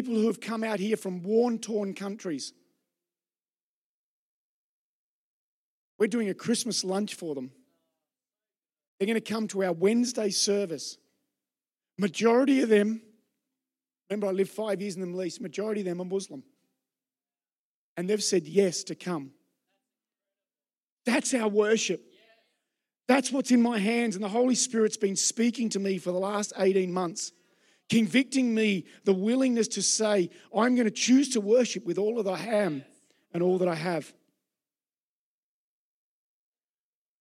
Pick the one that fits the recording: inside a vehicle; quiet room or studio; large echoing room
large echoing room